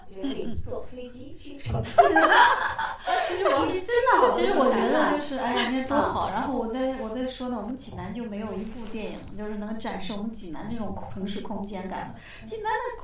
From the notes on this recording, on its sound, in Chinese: 实况录音